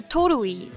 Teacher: t が母音に挟まれた時にあいうえおの音ですね t の音がなんか濁ったラ行みたいな音になるんですけどこれアメリカとかカナダ独特の現象で · Term: フラッピング